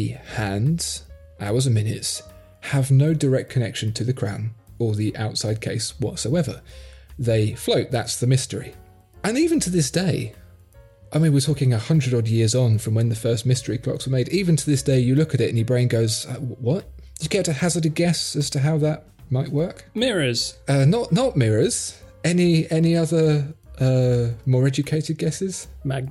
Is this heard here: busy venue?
no